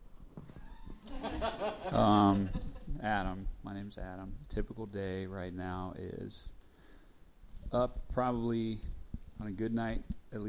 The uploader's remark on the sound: This is audio from our very first Discipleship Panel Conversation + Q&A, hosted by Rooted, our monthly women's gathering.